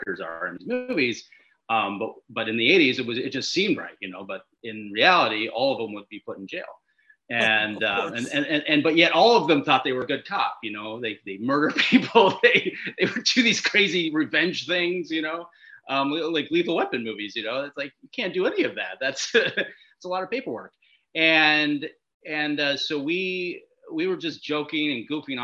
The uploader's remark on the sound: in a drastically time-limited zoom call!